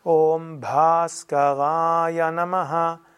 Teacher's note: Das Bha, das H muss hörbar sein, langes A.